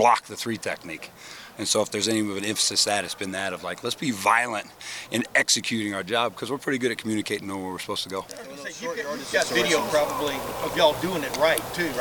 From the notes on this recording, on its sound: Unedited audio from Ohio State offensive line coach and run-game coordinator. From his media availability session.